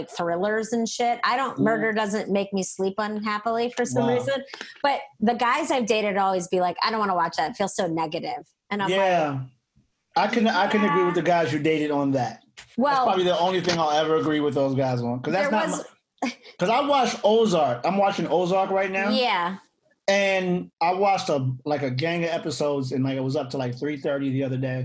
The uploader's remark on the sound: Two comedians log onto Zoom to record their very first True Crime episode.